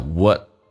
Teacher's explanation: what 的 T 不发音略音，但是气流要阻塞一下，因为 T 前面是一个元音叫 what。what we make it, what we makeit。make and it 有一个连叫 make it。要浊化成个这个发音 makeit，而且 t 也可以不发音，那气流要阻塞一下，因为 t 前面是一个短元音 i，叫 makeit。